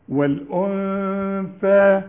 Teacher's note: ولازم تطلع لسانك بقى في الثاء لأن احنا عندنا ثاء وعندنا ساء هي السين إنما هنا لازم تطلع طرف اللسان